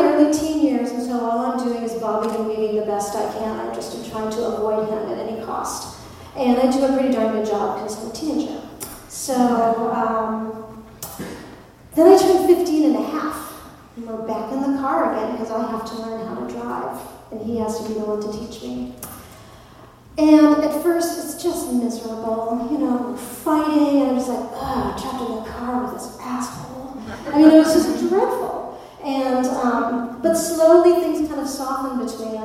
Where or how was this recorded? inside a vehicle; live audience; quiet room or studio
live audience